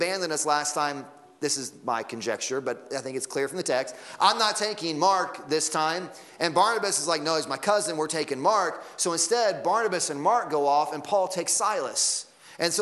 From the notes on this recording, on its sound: Sunday Morning Sermon Audio